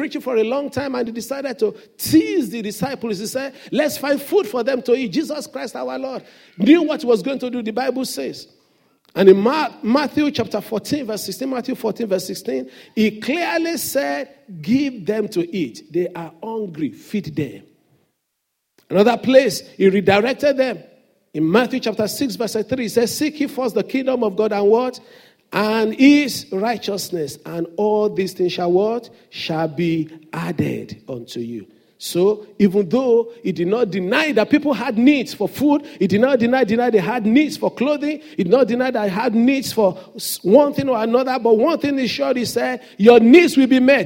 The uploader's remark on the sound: Sunday Service message. The senior pastor of Fountain of Love, RCCG Aberdeen, UK.